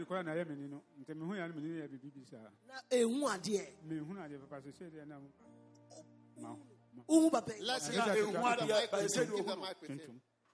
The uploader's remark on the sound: Preached at a Healing Jesus Campaign in Teta, Ghana.